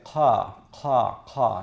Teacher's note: The Q is pronounced qa, just like that. It's just like a K, except it's further back in the mouth. The back of the tongue touches the uvula. And so you don't say ka, you say qa, qa, qa.